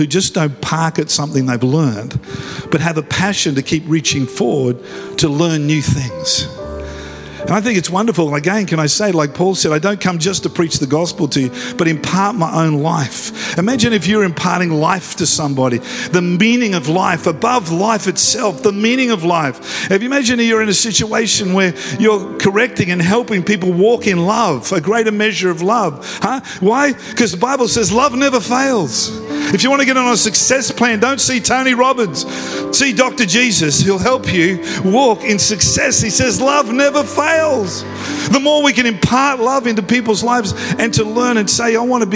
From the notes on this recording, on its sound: live at Freshwater Church on Sunday the 25th February, 2024